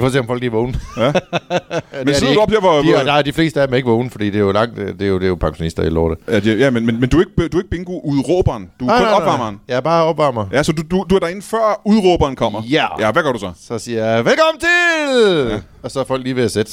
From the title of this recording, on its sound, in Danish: LIVE fra Tobbers i Kolding